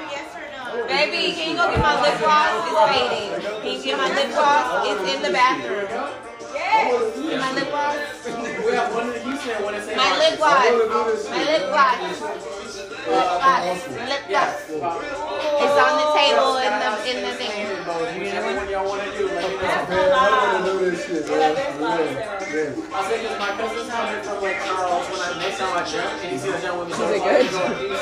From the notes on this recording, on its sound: Excuse the extra chatter but we live!